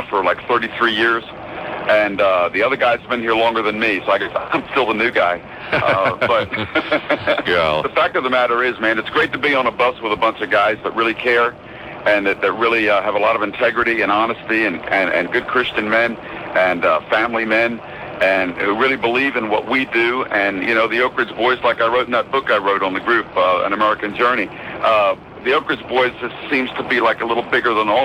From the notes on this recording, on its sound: On the bus! Live from the bus on the road.